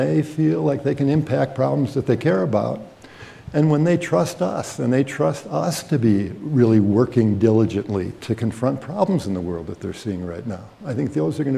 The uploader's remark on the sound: panel discussion at Aspen Ideas